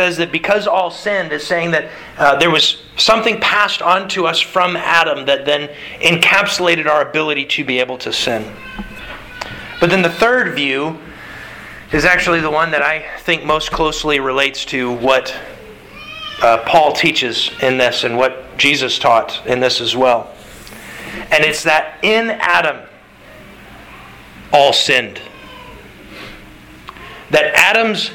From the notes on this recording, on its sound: Sermon delivered to the Galena Bible Church, Sunday March 6th, 2022